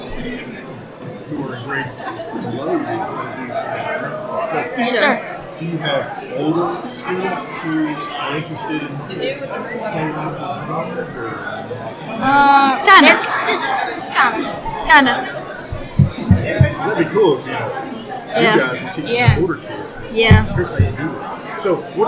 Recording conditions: busy venue